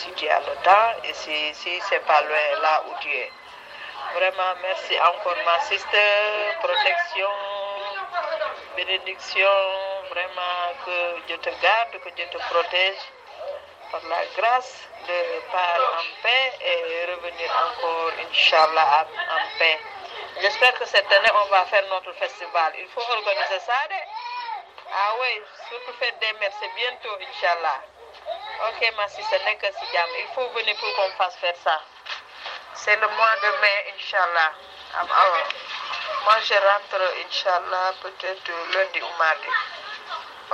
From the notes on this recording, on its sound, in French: Mini-Podcast voyageur en direct de New York - Jersey City